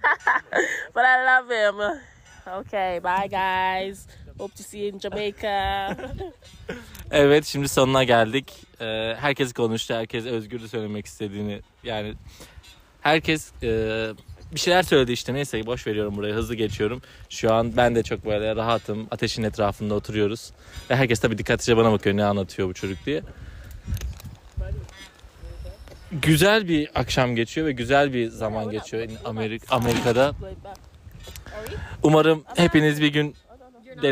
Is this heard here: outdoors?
yes